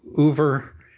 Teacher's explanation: It's somewhere between and oo, but it's œuvre. And the R, of course, goes in the back of the throat.